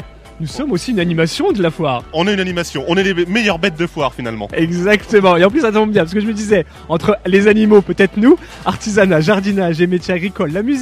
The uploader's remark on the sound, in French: RCF en direct de la 76e Foire de Châlons.